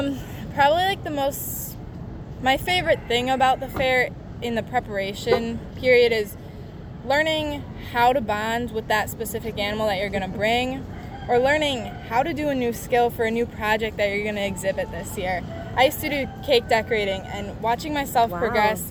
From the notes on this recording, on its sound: OHS Students at the Fair. In this episode we visit the Stoughton Fair.